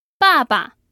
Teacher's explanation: It uses a fourth tone and a neutral tone. Now, many times in Chinese, when we have two characters repeating, like we do here, the second character ends up adopting a neutral tone.